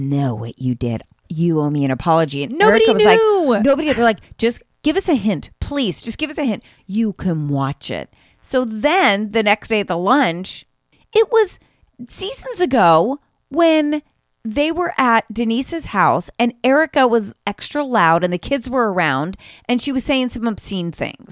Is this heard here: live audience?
no